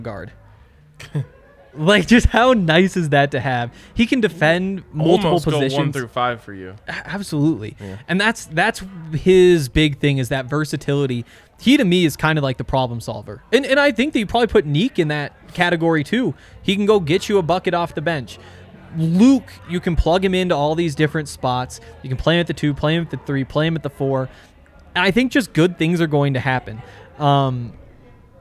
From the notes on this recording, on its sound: come to you LIVE from the DNVR Bar